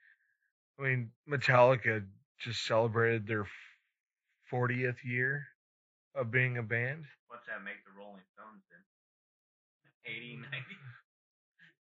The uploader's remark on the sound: we had a malfunction with the audio